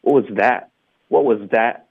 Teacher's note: 这个句子的重音可以把重音加在 that 上。Okay，一般 that 呢，我们会弱读，在这儿不会，我们会加个重音。英文在说那事儿，我们会强调它。What was that?